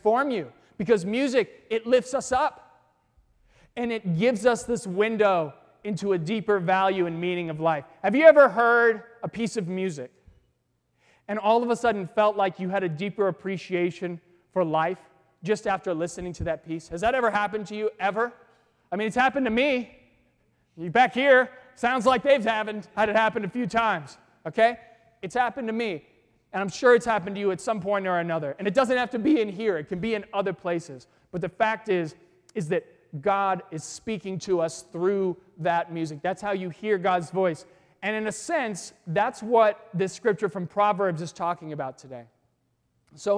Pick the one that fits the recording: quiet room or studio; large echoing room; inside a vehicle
large echoing room